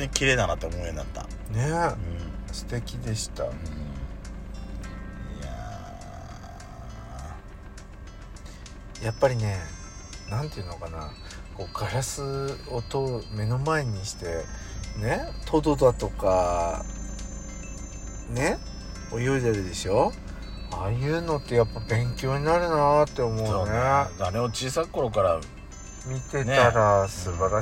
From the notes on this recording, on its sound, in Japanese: パーキング収録